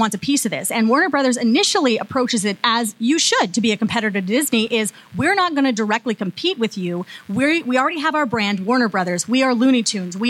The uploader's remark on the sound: live at Fan Expo Canada